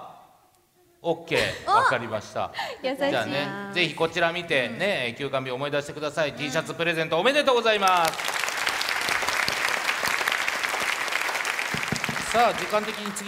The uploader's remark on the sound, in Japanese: イベント公開収録。